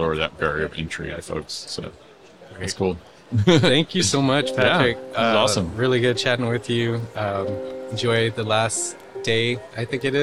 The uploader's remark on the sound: We had a LIVE conversation from the expo floor of A'23, the AIA Conference on Architecture.